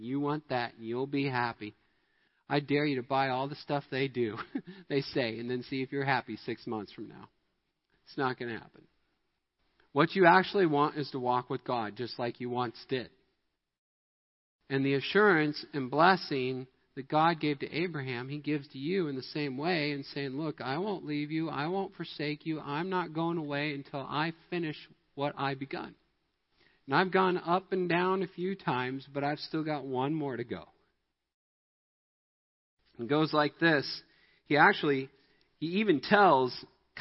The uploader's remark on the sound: Midland Evangelical Free Church Sermon Audio